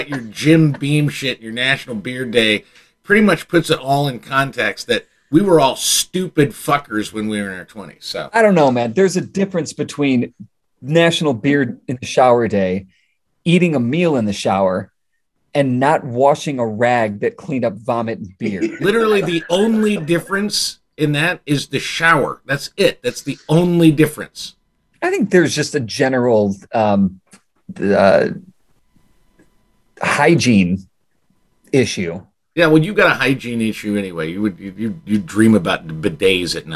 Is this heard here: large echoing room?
no